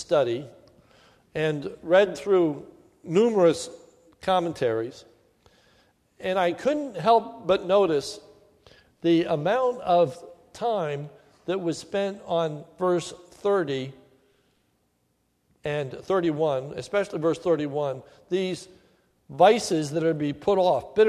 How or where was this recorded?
large echoing room